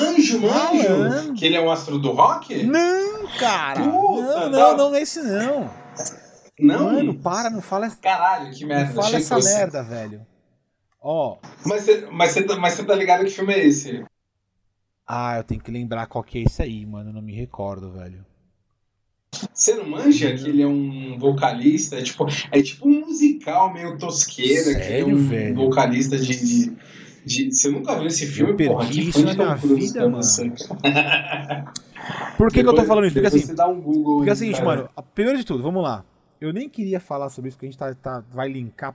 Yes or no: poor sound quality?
yes